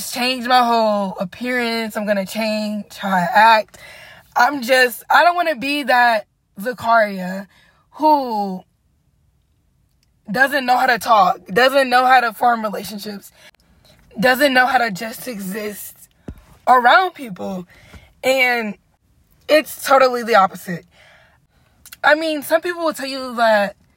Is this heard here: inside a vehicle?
yes